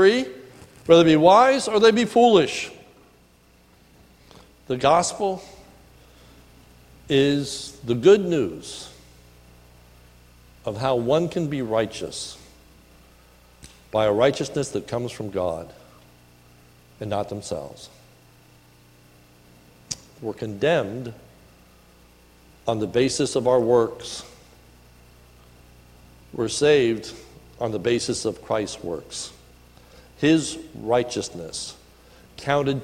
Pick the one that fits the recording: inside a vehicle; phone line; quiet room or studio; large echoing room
large echoing room